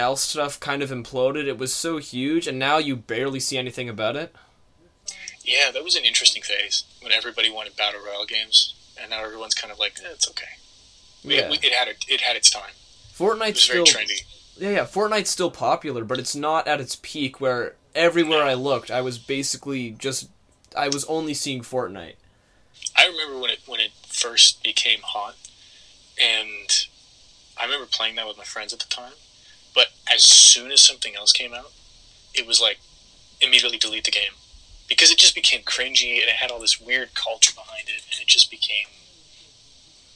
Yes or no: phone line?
yes